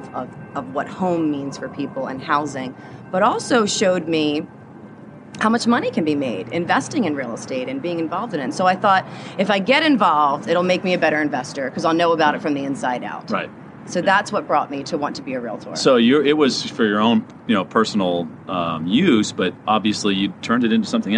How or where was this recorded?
outdoors